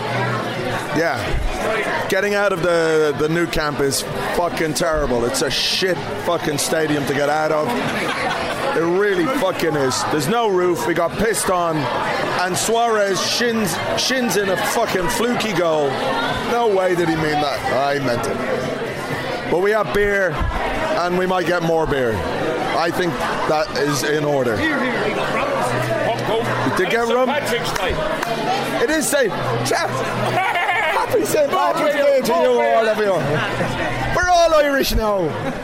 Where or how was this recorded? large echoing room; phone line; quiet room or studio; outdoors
outdoors